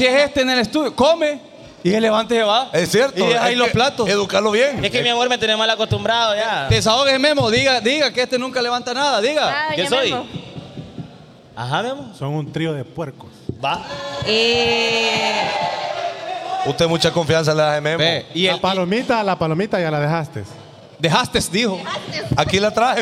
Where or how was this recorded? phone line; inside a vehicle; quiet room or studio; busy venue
busy venue